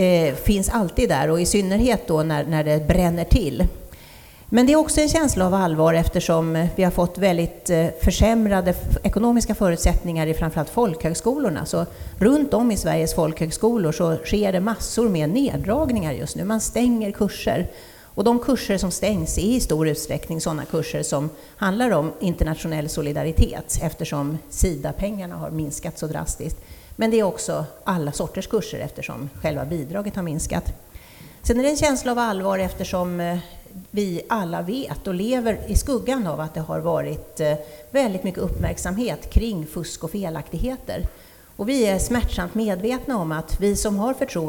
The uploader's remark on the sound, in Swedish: Livepodd från Almedalen